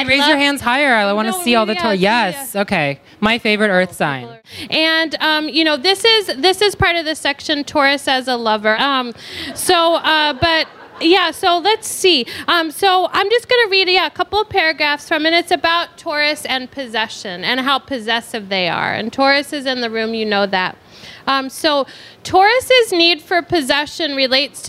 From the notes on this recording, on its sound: Hear the Astro Poets LIVE at the Strand. Take their podcast to the Strand for a live event full of laughs.